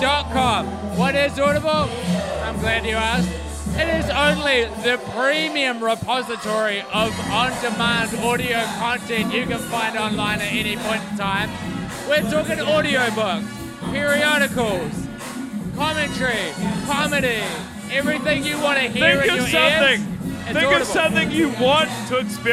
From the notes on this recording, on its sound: Recorded in downtown Auckland city at a underfilled club on a Friday night